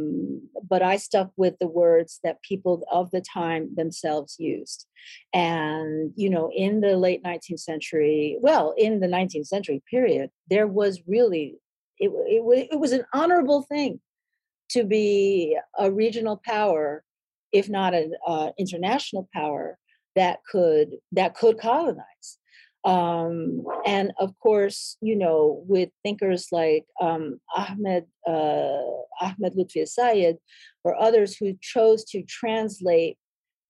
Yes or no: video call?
yes